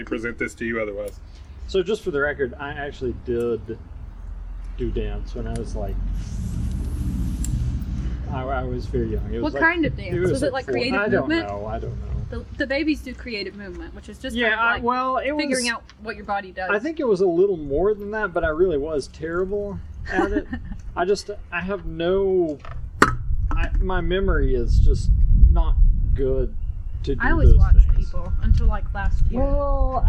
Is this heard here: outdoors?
yes